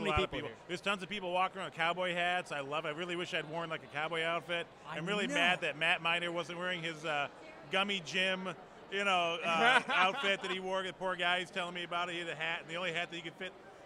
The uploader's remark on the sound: Live from the premier of the movie Dead Mans Hand